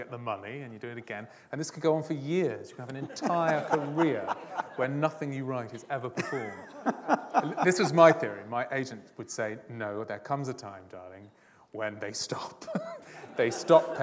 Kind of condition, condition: setting, live audience